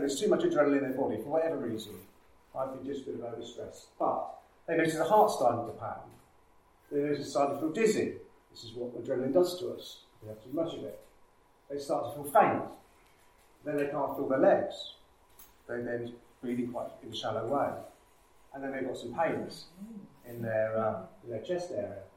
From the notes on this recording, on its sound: Recorded with external mics - hence slightly lower sound quality